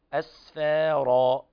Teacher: لابد من ترقيق السين والفاء، أسفارا هكذا.